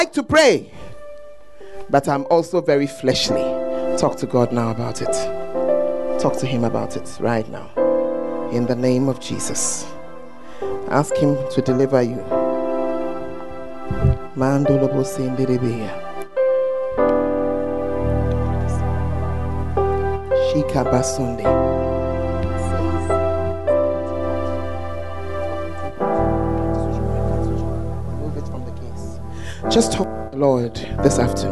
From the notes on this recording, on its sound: Preached At The First Love Center, Ayeduase.